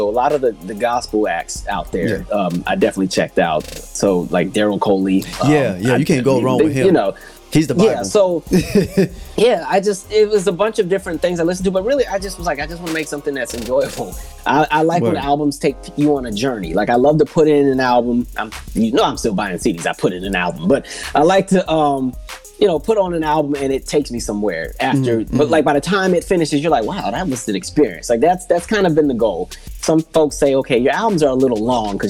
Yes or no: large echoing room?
no